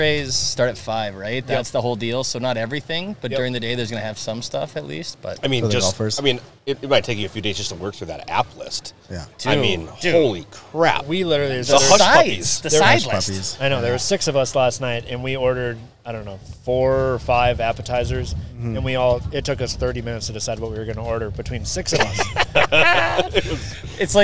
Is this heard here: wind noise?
yes